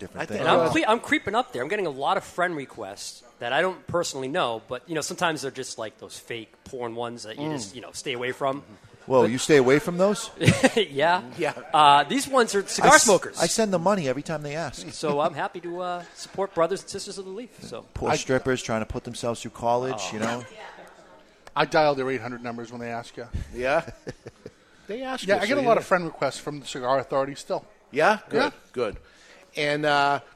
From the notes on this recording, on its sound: With a live studio audience at Two Guys Smoke Shop in Salem, New Hampshire